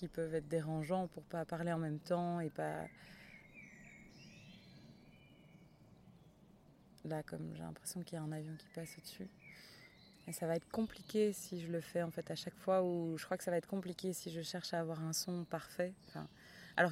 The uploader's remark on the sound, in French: Épisode dans la nature